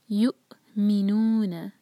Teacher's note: الذین یؤمنون، یا کو حمزہ سے جوڑیں گے، واو کے اوپر جو حمزہ ہے اس پر سکون ہے، کٹ آف ساؤنڈ آنا چاہیے